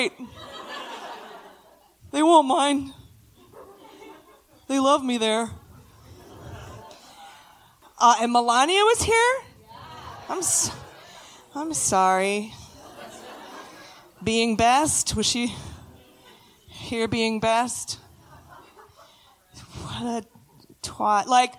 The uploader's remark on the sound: At our live show in Boston, MA.